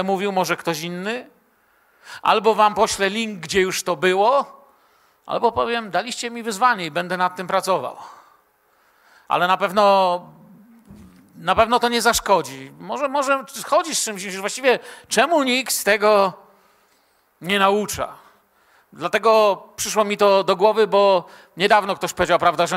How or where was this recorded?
large echoing room